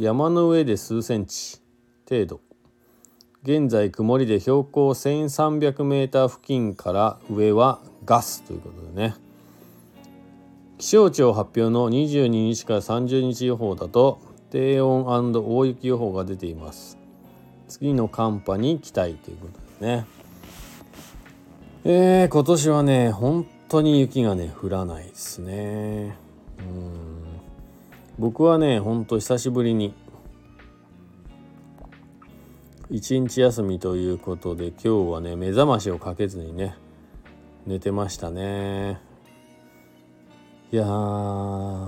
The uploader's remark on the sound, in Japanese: ゲレンデに滑りに行った時だけ配信になります。本日、白馬八方スキー場で滑り終了後 車の中から。Stand.fm。